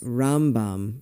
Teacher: emphasis on the first syllable when they're talking about Maimonides